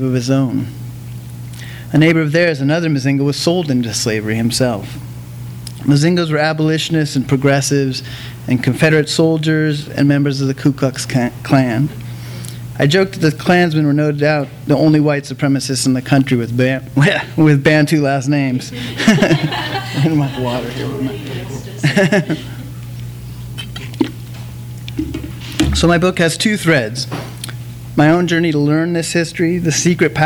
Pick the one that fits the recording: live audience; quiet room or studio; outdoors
live audience